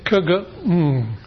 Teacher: the tongue back now touching the soft palate · Term: velar